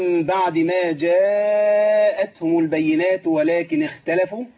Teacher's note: نمد شوية طبعا عشان في عندنا مد متصل هنا ما يقلش عن أربعة